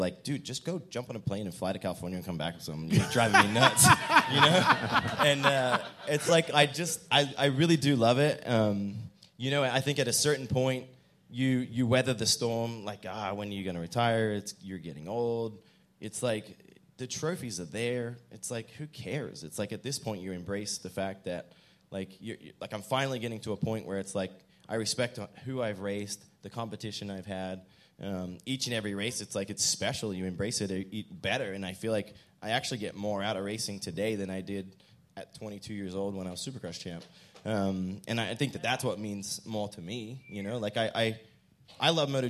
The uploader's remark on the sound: Pulpmx/Racer X LIVE Podcast Show from The Space in Las Vegas. Live from Las Vegas.